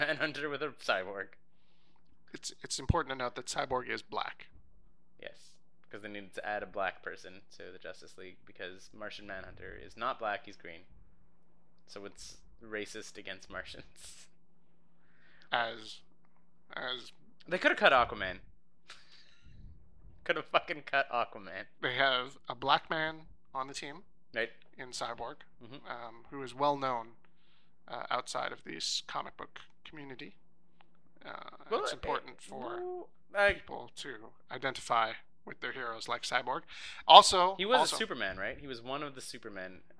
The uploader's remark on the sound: there are a few minor little technical foibles that I intend to rectify in Episode 2 (overall volume levels should probably be bumped a little)